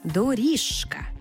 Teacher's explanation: «Ж» – дзвінкий, «к» – глухий. Далі дзвінкий все одно залишиться сам собою.